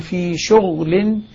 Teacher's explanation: ما نحرك الغين، لا تقلقل لا تضم، وإنما هي ساكنة مع الرخاوة والجهر، تأخذ صفتها. وطبعا الباقون في شغل، في شغل بإسكان الغين.